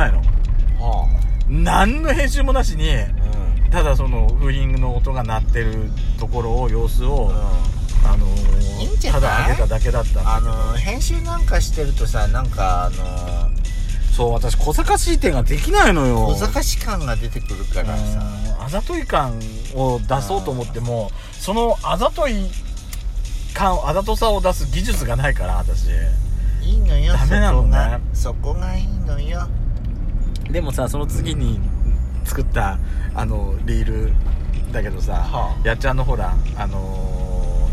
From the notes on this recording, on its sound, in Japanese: ドスドライブ収録。ロードノイズゴメンね。